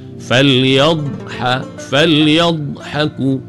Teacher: Di tepi ni pula sengit ke beberapa batang gigi geraham di belah kiri ataupun kanan. Makhraj bagi huruf dh ni, dia memanjang, ada sifat istitalah bagi dh.